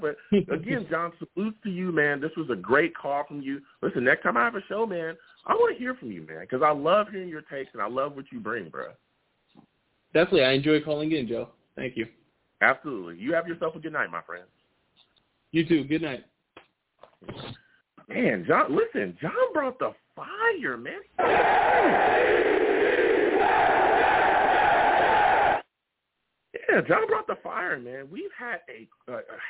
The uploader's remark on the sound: I take live callers!